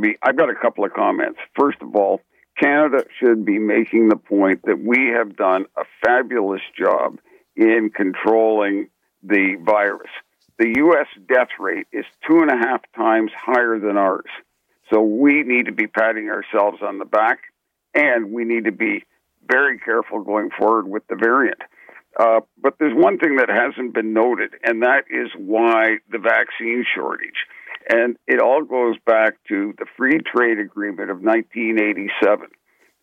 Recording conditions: phone line